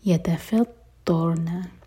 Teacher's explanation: یا تا اور فا لائٹ، ضا ہیوی را ساکن ہیوی